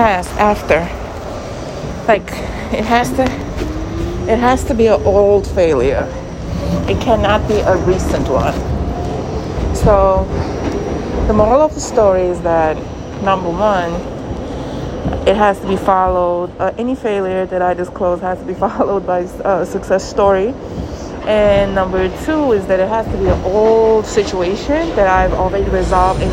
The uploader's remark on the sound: Ignore the NYC Subway noises in the background. I am on the go as always.